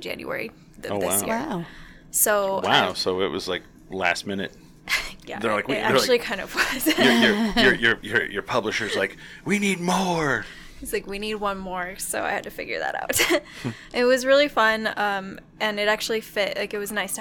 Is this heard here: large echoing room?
no